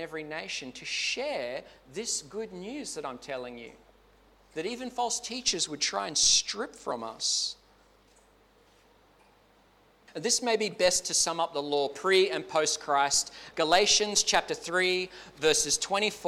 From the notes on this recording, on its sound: Clarence Valley Community Church. This sermon was preached at both South Grafton and Maclean.